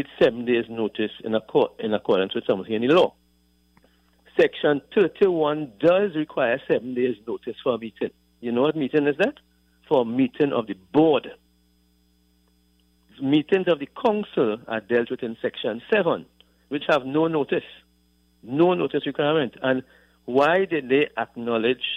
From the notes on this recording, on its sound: During this hour we take calls from our audience